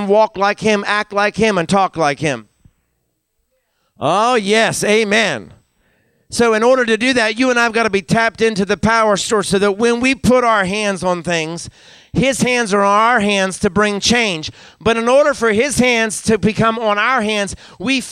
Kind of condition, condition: setting, large echoing room